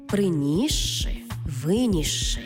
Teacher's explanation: де си і ши читаємо як подовжений звук ши